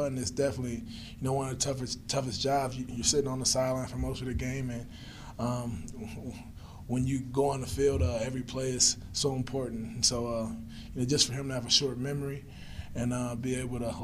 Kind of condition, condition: setting, busy venue